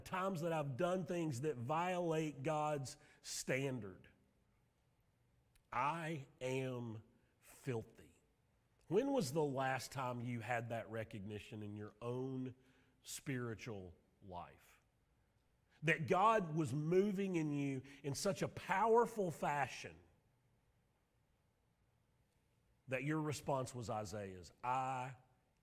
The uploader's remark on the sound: Sermon audio from Mission Church in Locust, NC.